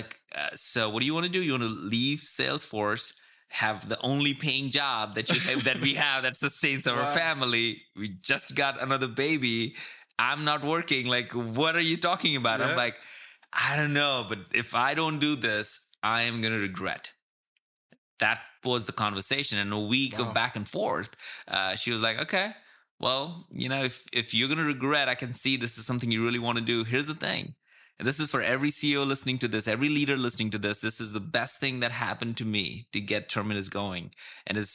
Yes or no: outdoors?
no